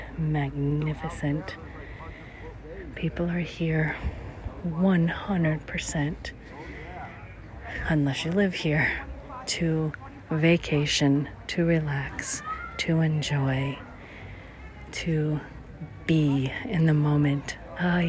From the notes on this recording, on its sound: St Thomas, United States Virgin Islands. Special Edition On Location Walk and Talk. The first time you ever come, it seems hectic and busy, driving on the opposite side of the road, lots of locals selling their goods.